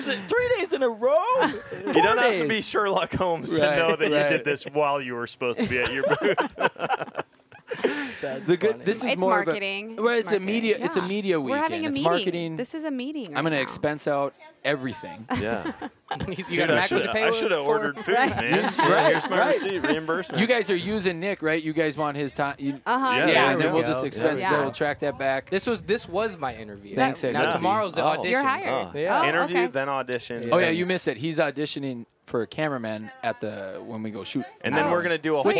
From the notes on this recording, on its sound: At The Nomadic Outdoorsman booth.